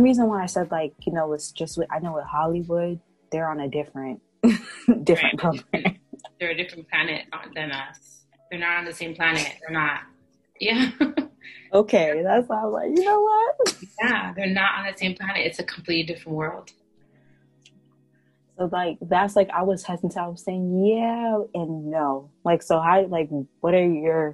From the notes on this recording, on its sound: It goes down in the zoom calls. We talk about a lot in this zoom call.